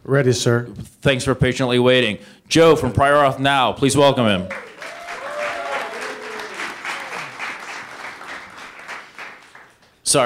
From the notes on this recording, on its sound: This is the audio recording from the live event